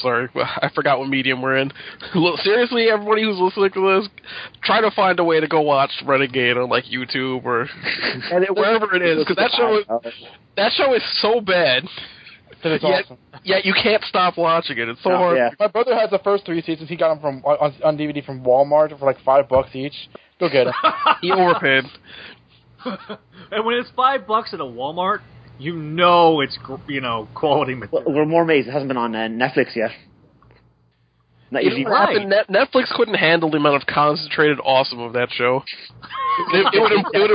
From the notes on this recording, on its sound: In this episode we take live callers from around the world